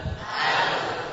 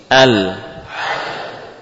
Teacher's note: Menempelkan tepi lidah ke gusi.